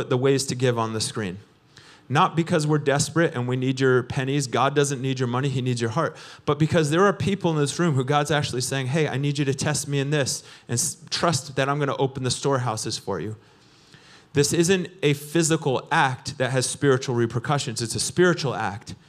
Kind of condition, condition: setting, large echoing room